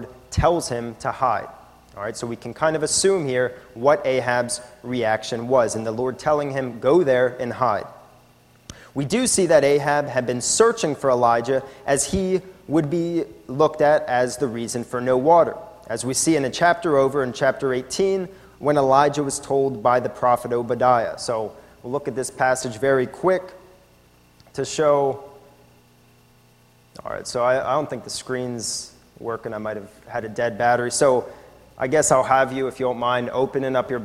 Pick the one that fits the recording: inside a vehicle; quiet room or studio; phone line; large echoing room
large echoing room